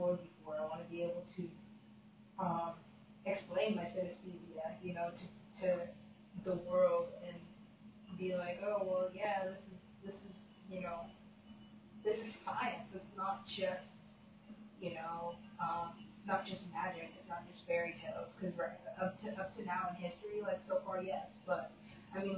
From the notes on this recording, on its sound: Super quiet audio - sorry about that.